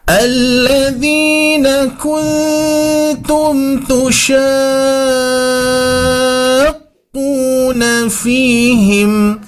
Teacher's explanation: kita berikan nabr atau hentakan sedikit ya, karena mad bertemu dengan tasydid